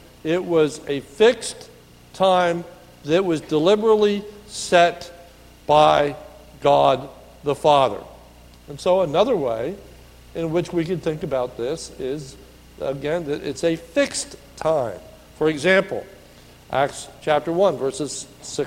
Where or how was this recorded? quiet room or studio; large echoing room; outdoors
large echoing room